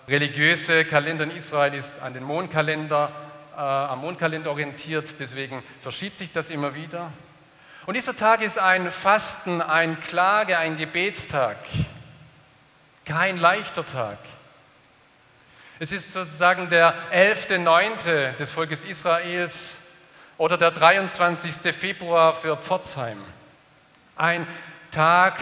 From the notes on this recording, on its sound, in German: aus dem Gottesdienst der Liebenzeller Mission